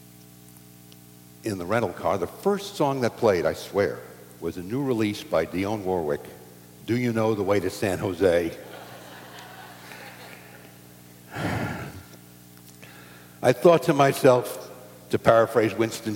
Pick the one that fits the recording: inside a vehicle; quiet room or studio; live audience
live audience